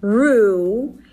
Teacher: An R sound and then a tense oo. · Term: The hard way